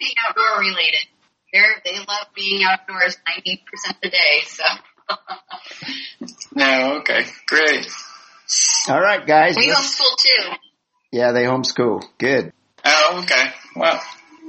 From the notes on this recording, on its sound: This was our 13th Zoom meeting.